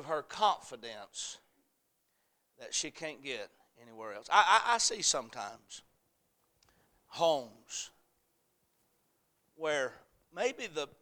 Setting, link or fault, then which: setting, large echoing room